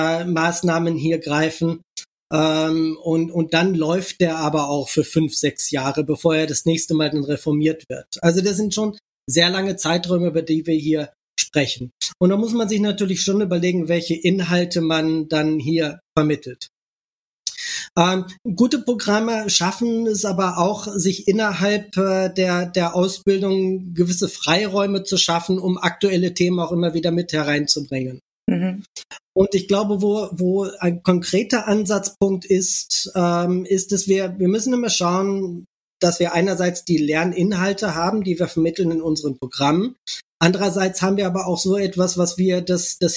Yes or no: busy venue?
no